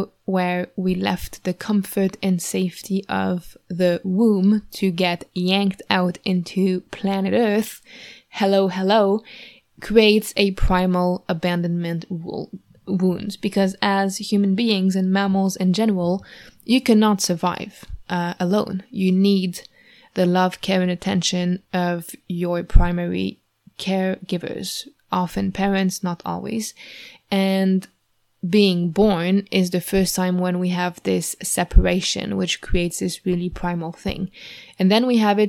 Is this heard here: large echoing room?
no